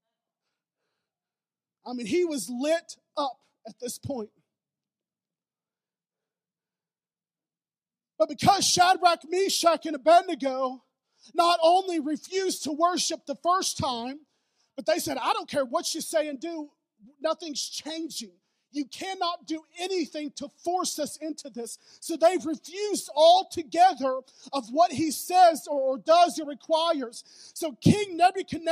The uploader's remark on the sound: preached at Newport City Church